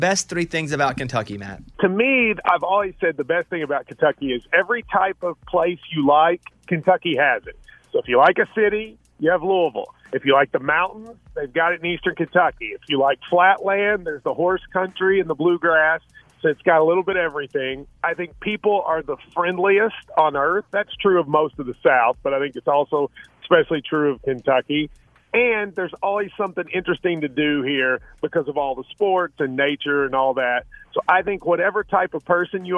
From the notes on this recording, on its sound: A listener called